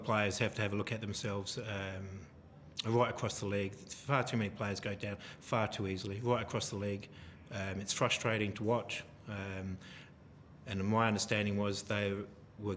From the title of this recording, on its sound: post-match press conference